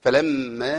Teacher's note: الميم مشددة لازم أبين الغنى بتاعتها